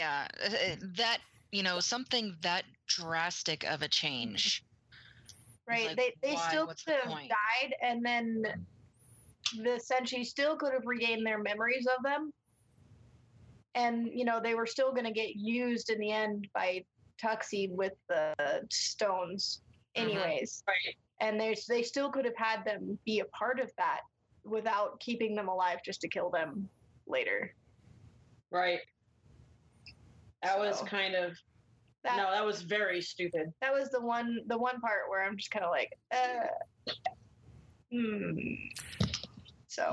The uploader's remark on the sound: There are some audio issues with this podcast.